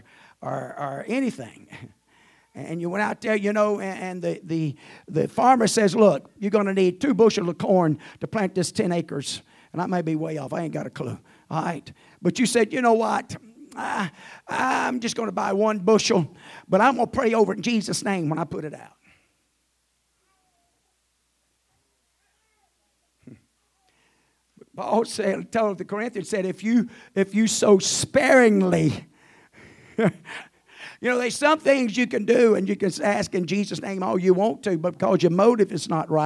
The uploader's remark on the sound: At the First Jesus Name Church of Benndale on the Sunday morning of 7 - 16 - 2023. At the First Jesus Name Church of Benndale on the Sunday morning of 7 - 16 - 2023.